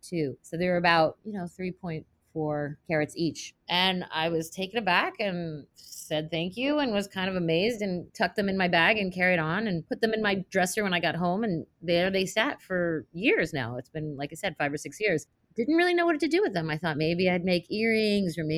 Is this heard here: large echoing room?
no